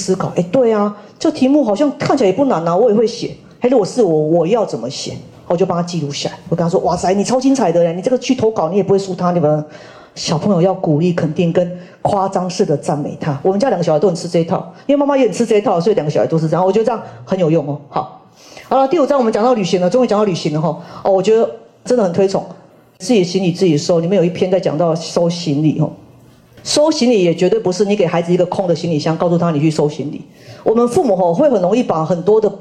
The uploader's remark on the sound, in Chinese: 人文讀書會現場錄音